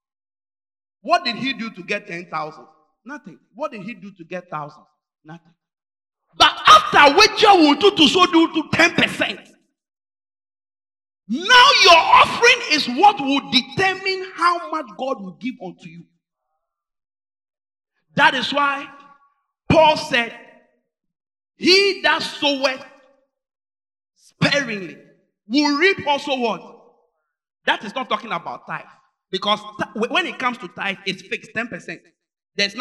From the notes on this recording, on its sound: Preached at Inspiration Service at GSC, AKIM ODA, GHANA. Sunday Morning Service.